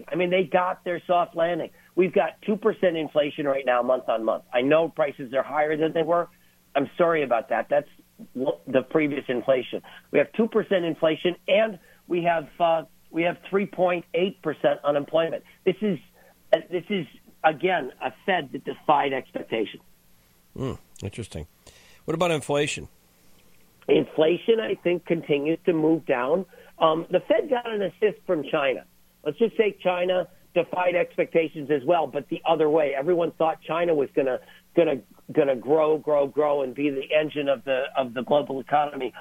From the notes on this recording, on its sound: called into GMNH